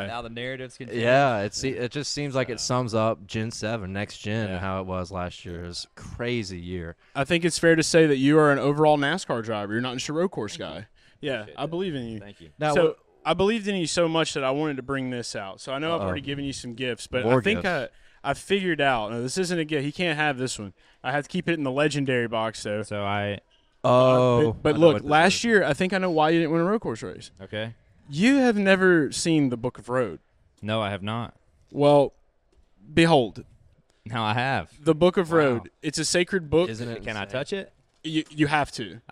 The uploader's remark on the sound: Garage Talk LIVE From Hooters Mall of Georgia